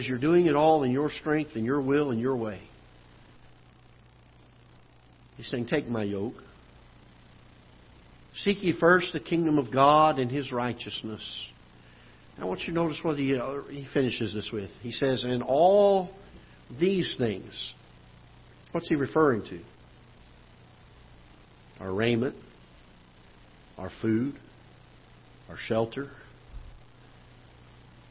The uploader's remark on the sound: Ketha Heights Baptist Church ~ Live Broadcast